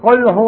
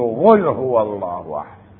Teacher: منهم من يبدل القاف غينا · Shown in: second take